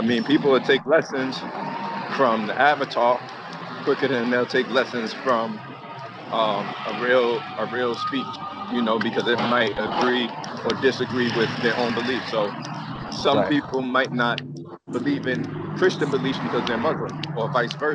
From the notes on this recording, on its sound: Sorry for the recording background noise. Was walking through the streets of New York, and I was on a fairly poor headset walking through the woods.